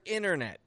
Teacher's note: The T disappears from the word internet.